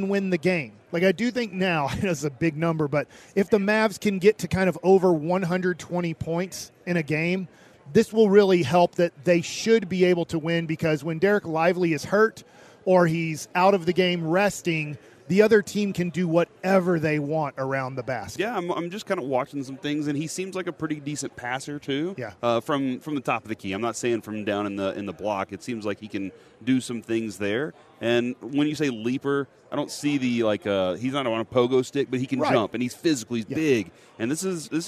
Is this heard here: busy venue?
yes